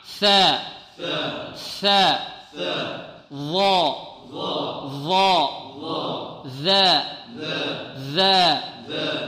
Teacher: ثلاثة أحرف تخرج من طرف اللسان مع طرف الثنايا العليا · Term: الثاء والظاء والذال